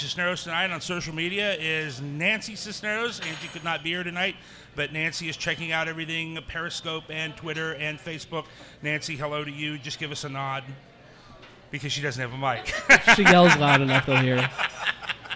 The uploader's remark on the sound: Live At The Moerlein Lager House. From the beautiful Moerlein Lager House in Smale Riverfront Park in Downtown Cincinnati, it’s a very special Live edition of Cincy Brewcast.